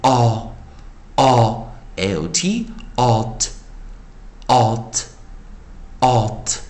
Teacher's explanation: 记得这个 approximate L 会影响这个 A 的发音，因此这个 A 它其实会发出 variant vowel 的声音哦